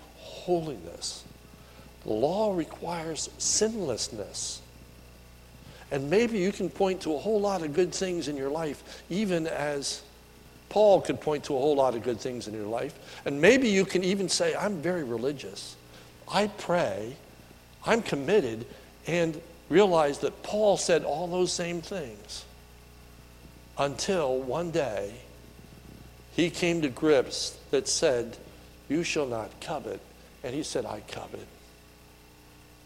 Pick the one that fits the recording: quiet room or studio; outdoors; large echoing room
large echoing room